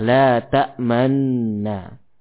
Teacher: Dengan memahkan nun yang pertama pada lafaz ini. Hafiz min tariq asy-Syatibiyah mengidghamkan nun pertama kepada nun yang berikutnya. · Term: idgham kabir